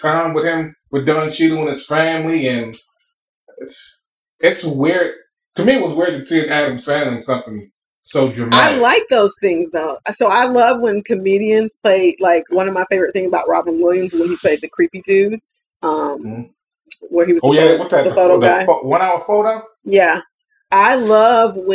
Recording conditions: poor sound quality